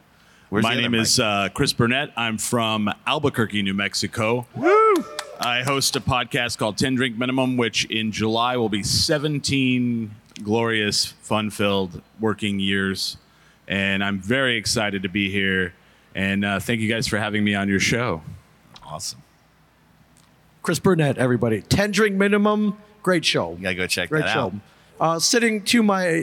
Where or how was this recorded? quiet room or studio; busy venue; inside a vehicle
busy venue